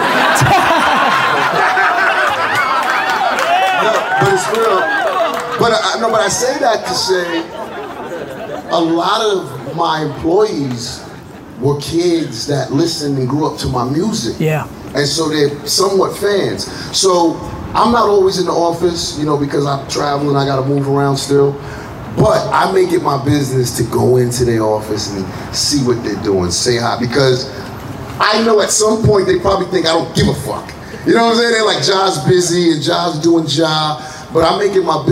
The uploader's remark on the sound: SXSW 2017 Panel.